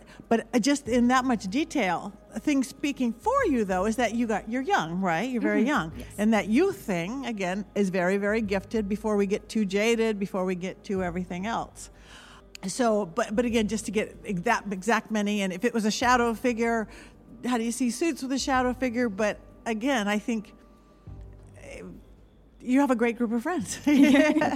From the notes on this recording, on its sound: This episode was filmed in front of a live audience at the haunted Missouri State Penitentiary in Jefferson City, MO on September 2, 2022.